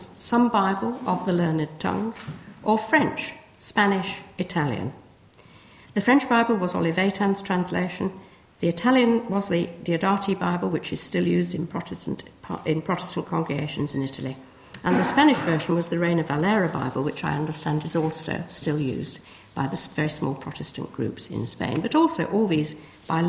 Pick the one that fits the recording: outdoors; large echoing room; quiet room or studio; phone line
large echoing room